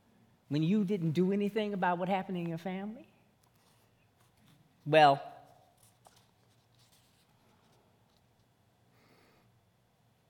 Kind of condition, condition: setting, large echoing room